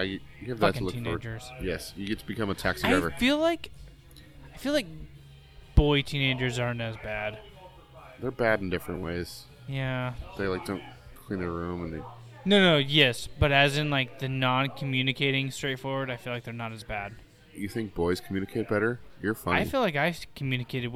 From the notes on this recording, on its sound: This week we're live from a local taproom